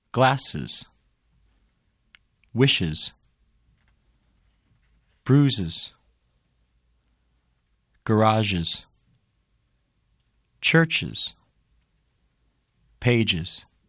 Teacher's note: add the unstressed vowel before the grammatical s. The combined sound, uz, adds one syllable to the word.